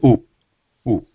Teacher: Lips is more rounded, so we are forcing the air out of the mouth through the rounded lips.